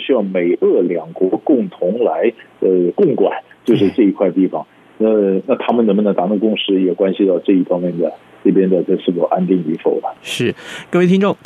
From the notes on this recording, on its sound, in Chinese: 連線訪問